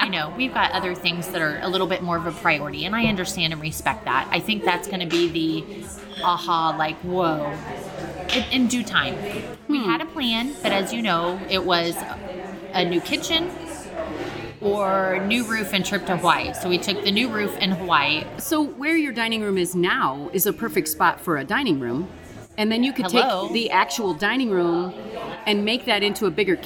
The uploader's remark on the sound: Live from a Coffee Shop